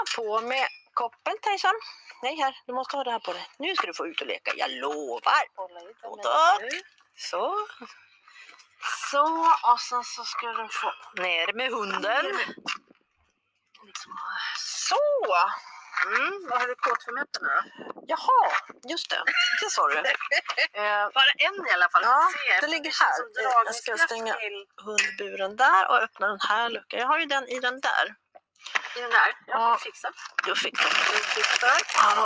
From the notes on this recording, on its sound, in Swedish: Ledsen att ljudet inte är det bästa!